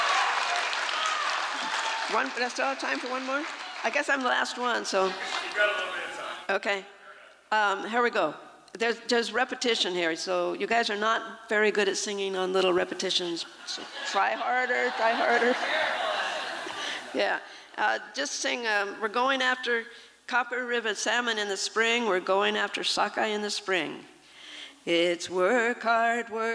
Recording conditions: live audience